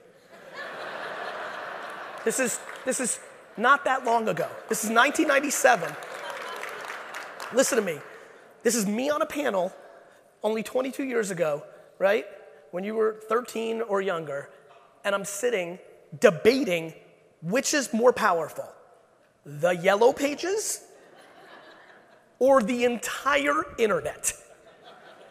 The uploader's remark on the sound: a keynote I gave at the AIME Fuse event for mortgage brokers in 2019